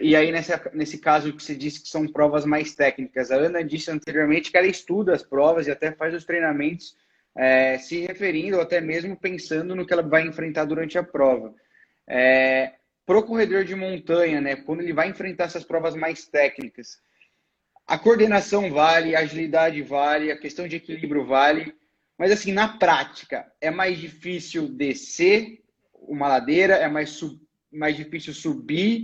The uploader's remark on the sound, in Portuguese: durante uma live, que rolou em nosso Instagram